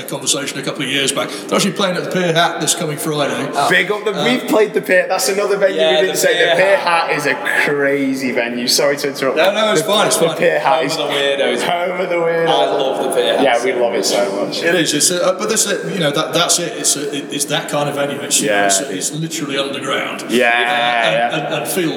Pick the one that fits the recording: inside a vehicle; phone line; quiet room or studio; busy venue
busy venue